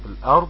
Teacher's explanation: واللام مظهرة الأرض الهمزة الهمزة الثانية قطع تثبت بدءا وصلا الآ وطبعا الكلمة مرققة ما عدا الراء والضاد طبعا مفخمتان الراء مفخمة لأن بعد فتح والضاد ساكنة مستطيلة وهي مفخمة كذلك